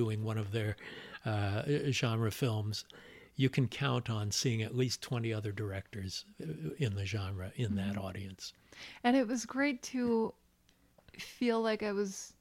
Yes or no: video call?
no